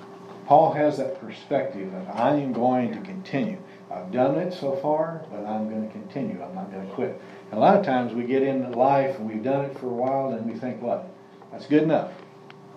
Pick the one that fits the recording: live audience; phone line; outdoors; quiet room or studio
live audience